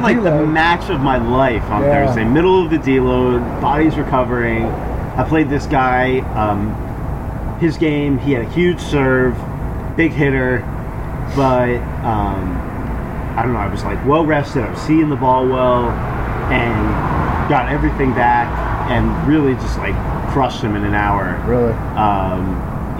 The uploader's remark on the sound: lots of the soothing sounds of cleaning equipment!